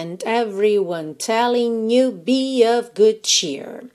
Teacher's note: esse telling you, o you fica bem no finalzinho, assim, já bem fraquinho